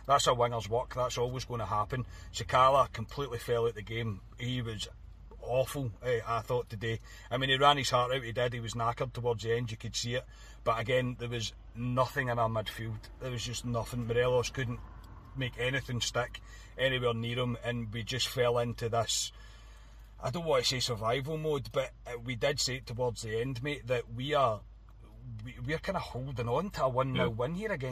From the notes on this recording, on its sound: Bring reaction from the car after leaving Ibrox.